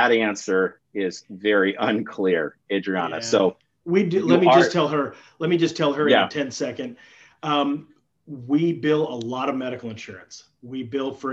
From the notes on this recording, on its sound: During this live interactive webinar